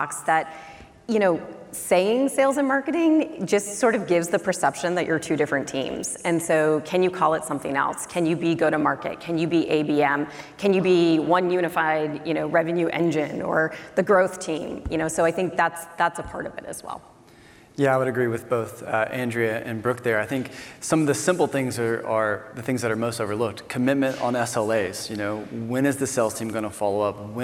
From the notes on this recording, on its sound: This session replay from the B2B Sales & Marketing Exchange. An esteemed panel from companies such as OutSystems, TechnologyAdvice and Pickit.